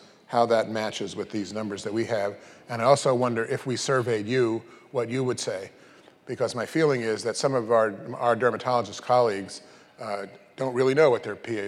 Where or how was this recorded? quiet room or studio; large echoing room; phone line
large echoing room